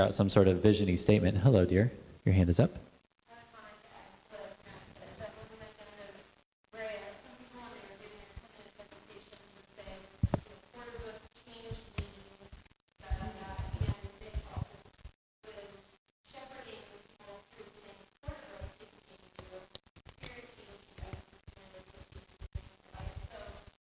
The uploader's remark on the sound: Audio from the Porterbrook Info Night. We did our best to remember to repeat the questions for the recording, but sorry we missed a couple!